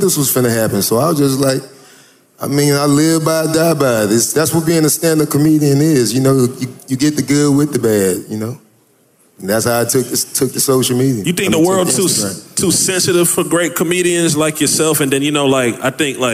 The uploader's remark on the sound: Live from the Buckhead Theatre in Atlanta, GA